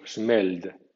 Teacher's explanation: en América pronuncian el pasado como smelled, siguiendo la inercia LD, sonoro seguido de sonoro, no sonoro seguido de sordo.